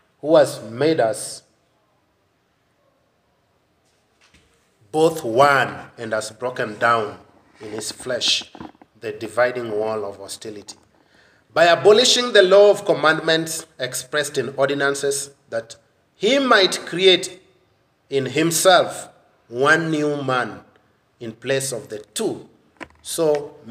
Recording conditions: large echoing room